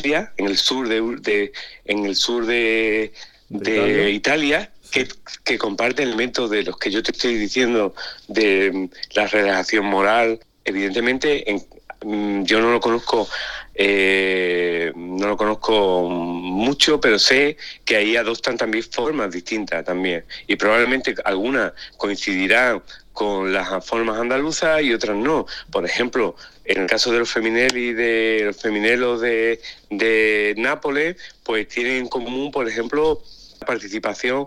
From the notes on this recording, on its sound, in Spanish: Entre París y Sevilla, charla telefónica.